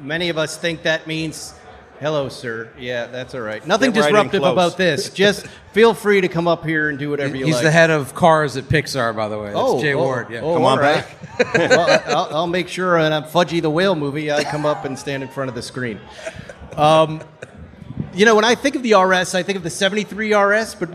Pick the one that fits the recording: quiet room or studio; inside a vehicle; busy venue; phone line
busy venue